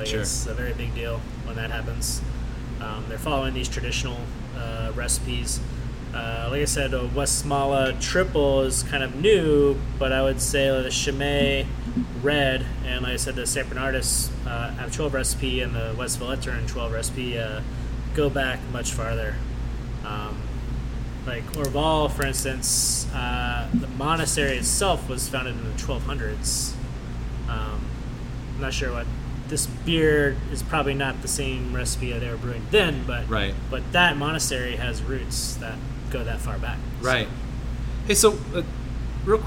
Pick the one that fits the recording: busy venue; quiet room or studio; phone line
busy venue